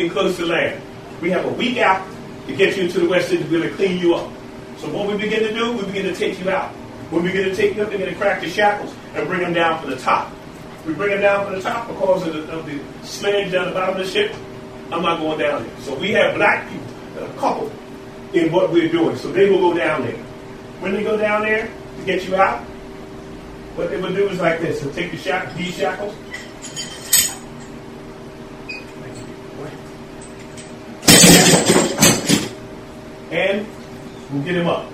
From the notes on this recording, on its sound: The Civics Mathematics and Science Charter School in Philadelphia visited the Lest We Forget Slavery Museum also located in Philadelphia. This is the audio of that tour conducted by the co-founders of the Lest We Forget Slavery Museum.